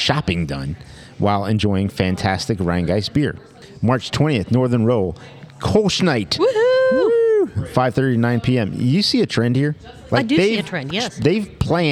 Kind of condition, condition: setting, busy venue